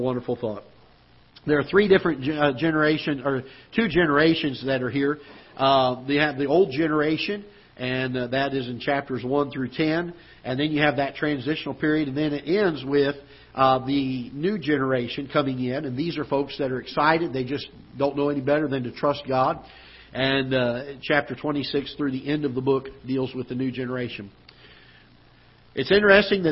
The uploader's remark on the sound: Ketha Heights Baptist Church ~ Live Broadcast